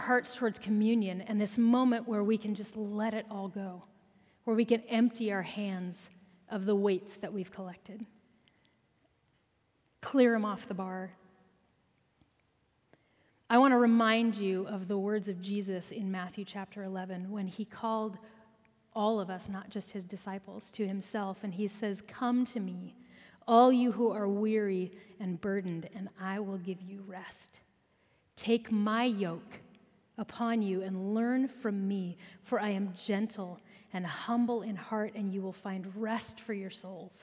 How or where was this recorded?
large echoing room